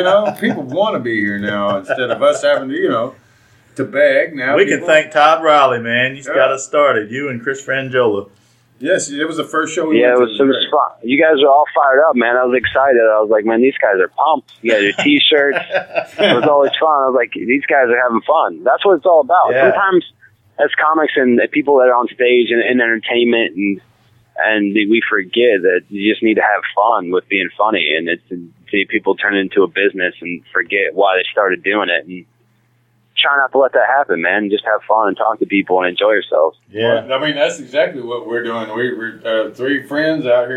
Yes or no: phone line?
yes